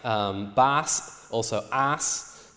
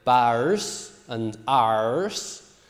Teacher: We see that R is lost before S. · Shown in: first take · So we see in words like bass, also ass, we get from earlier bars and ars with this R sound. · Term: loss of R